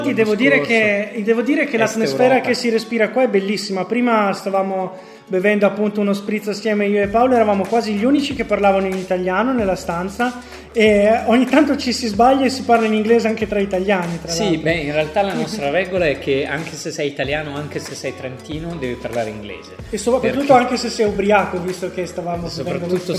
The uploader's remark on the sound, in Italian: Sempre in diretta per la speciale occasione dal Festival dell'Economia 2014.